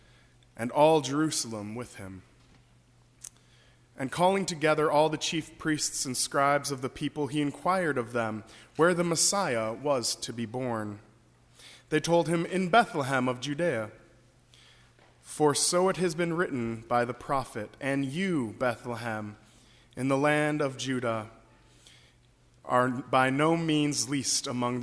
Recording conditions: large echoing room